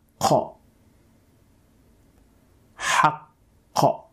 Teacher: Notice how the tongue raises itself and hits or touches the uvula. And once it does that, the sound is produced. · Term: qaf